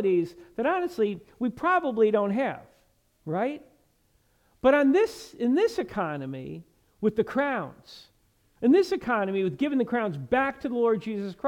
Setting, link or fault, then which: setting, large echoing room